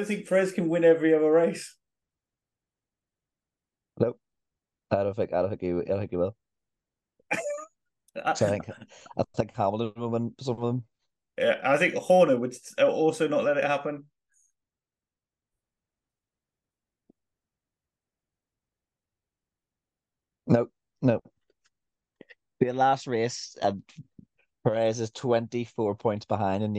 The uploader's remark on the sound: Bad Internet Bad Podding.